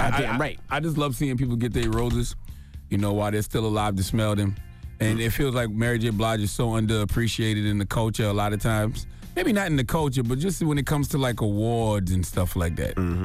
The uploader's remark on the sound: We opened up the phone lines.